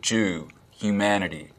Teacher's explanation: the vowel in words like goose, Jew, humanity, humanity, cruel, we will be cruel to the Germans, is fronter in the mouth · Term: goose fronting